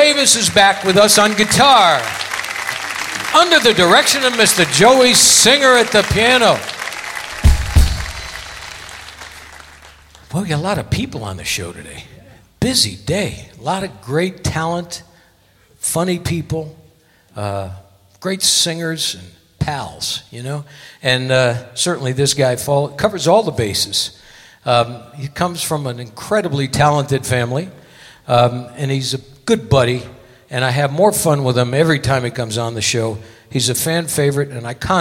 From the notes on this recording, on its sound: Live At the SouthPoint Casino